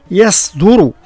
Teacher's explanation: ترقيق الياء وتفخيم الصاد وليست صادا مشربة أي ممزوجة بزي